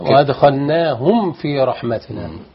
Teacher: الميم السكنة لا تضغم في الفاء أبدا · Term: إظهار